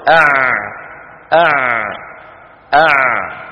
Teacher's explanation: فالعين فيها جريان للصوت ولكن ضئيل، وليس فيها بتر للصوت ولا امتداد أو تطويل